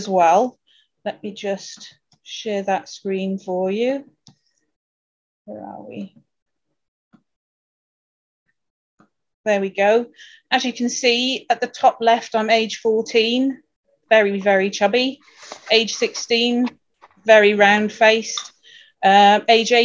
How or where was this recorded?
video call